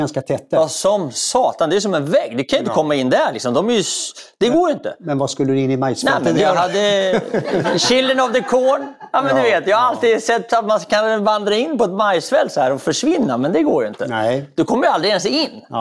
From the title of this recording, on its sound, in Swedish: LIVE inspelning